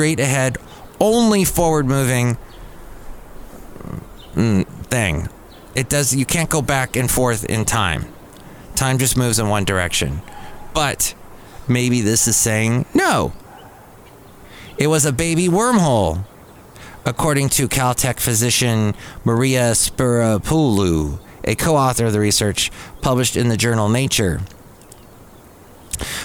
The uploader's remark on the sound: podcasts live from Cafe Anyway